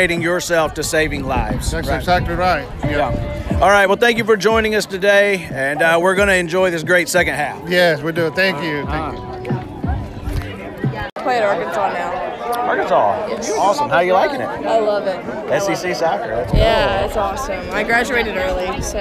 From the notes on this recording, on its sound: Tons of folks showed up to Houston High